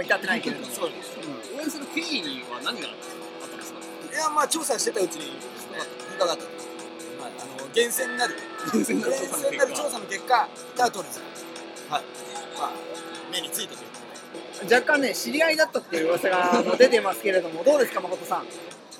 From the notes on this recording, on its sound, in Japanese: 完全屋外収録